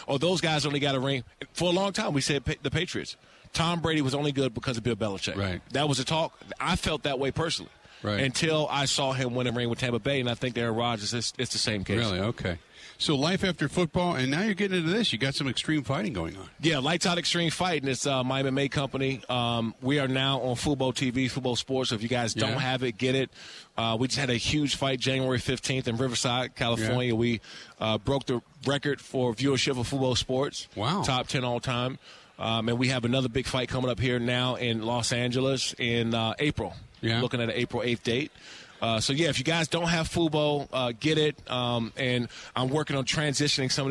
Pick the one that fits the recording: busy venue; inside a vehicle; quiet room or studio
busy venue